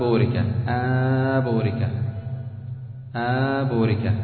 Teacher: قلب النون ميما ميما مخفاة